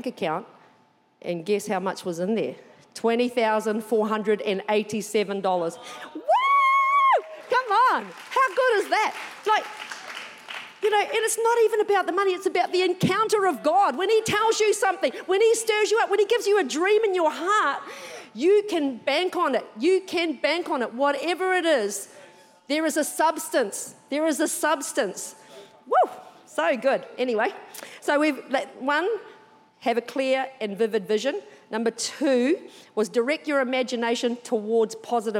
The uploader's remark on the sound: Recorded during our 9am service on Sunday, the 12th of March 2023